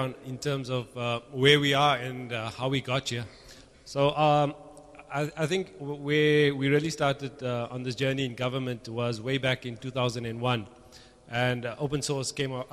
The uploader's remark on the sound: Recorded at Open Everything Cape Town, August 22, 2008.